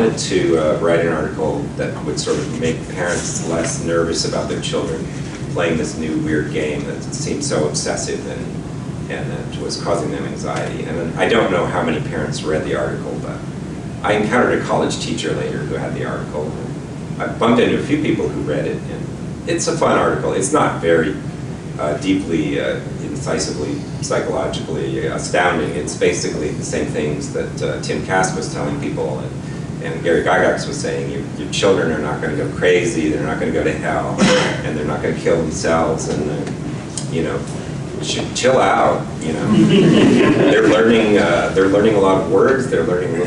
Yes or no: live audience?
yes